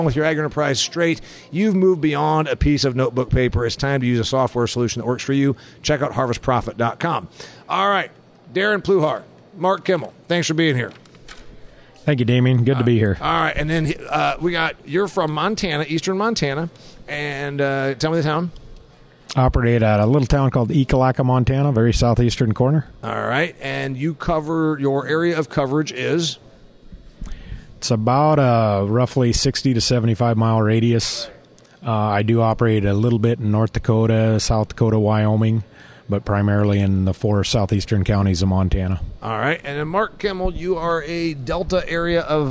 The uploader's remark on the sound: I taped this episode from the National Ag Aviation Association convention and trade show.